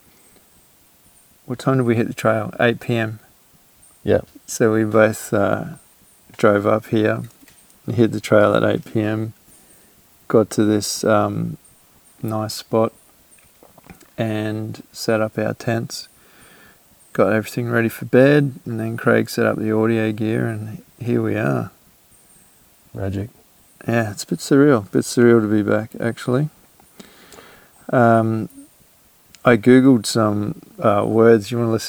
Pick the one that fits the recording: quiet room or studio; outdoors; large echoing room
outdoors